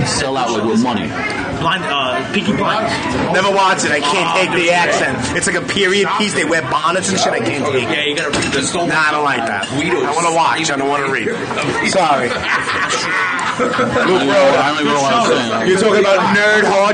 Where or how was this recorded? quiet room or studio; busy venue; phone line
busy venue